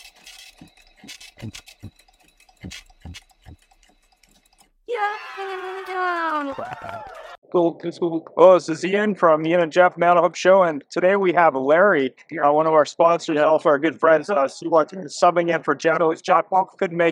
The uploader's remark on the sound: LIVE from SEMA 2023